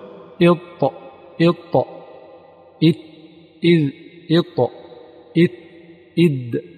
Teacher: مخرج الطاء والدال والتاء قلنا هو طرف اللسان مع ما يحاذيه من مقدم الحنك الأعلى أو أصول الثنايا العليا، فإذا نطقت كل منها يتبين لك إن شاء الله ذلك. · Term: حروف شديدة